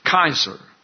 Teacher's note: It's a clan name. Now, the C in Latin is always hard as a K, while the diphthong AE is pronounced as a long I, so it's pronounced Kaiser.